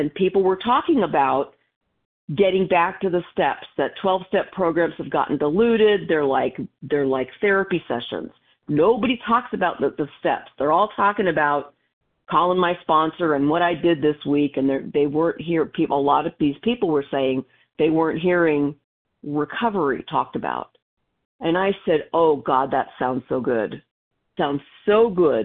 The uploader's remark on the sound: from the 100 Pounders Phone Meeting